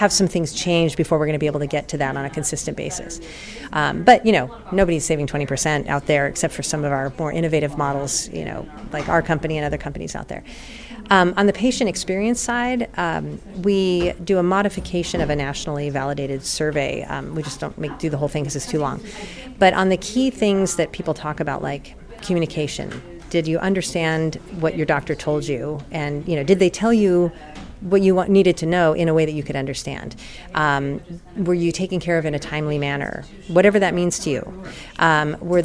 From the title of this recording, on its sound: Live from #WinterTech